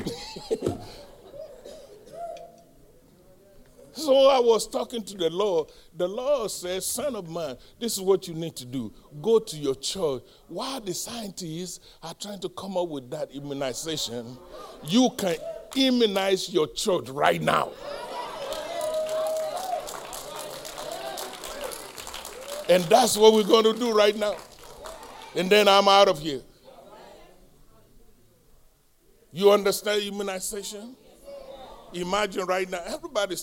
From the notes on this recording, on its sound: live-recording